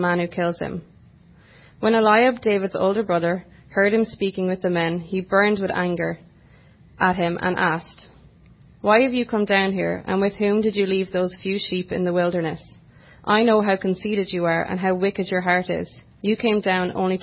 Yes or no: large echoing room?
yes